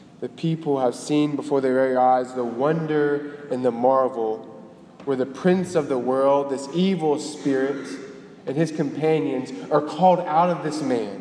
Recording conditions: large echoing room